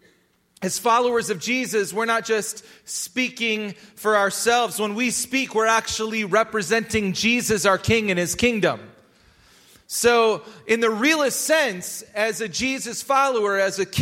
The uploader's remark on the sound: Recorded live at Hope Church in Springfield, Mo.